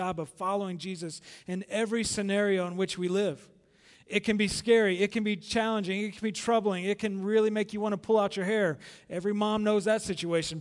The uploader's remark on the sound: Recorded live at The Fellowship at Two Rivers on May 12, 2019.